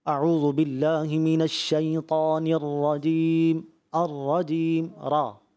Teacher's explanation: را کی ادائیگی میں جو تفخیم تھی موٹا پر پڑھنا تھا، جیسے اعوذ باللہ من الشیطان الرجیم الرجیم را، تو یہاں پر کرنا تھا، آپ کا پر محسوس نہیں ہوا.